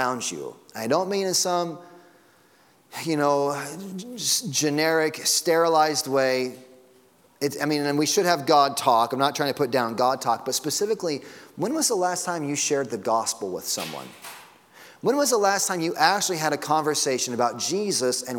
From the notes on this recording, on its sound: Sunday Morning Sermon Audio.